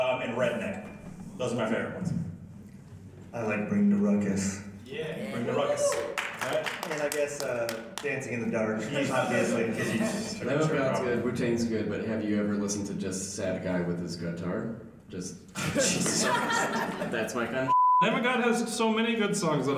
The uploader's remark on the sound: With the wonderful convention audience. Apologies for the rough audio, but hey, it was our first time doing a live show.